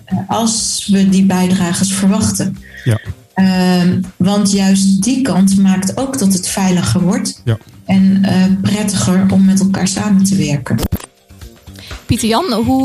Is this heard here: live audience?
no